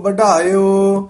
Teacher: ਵਢਾਇਓ ਢੱਡਾ ਜਿਹੜਾ ਨਾ ਭਾਰਾ ਬੋਲਣਾ, ਵਢਾਇਓ ਨੀ ਕਹਿਣਾ, ਵਢਾਇਓ।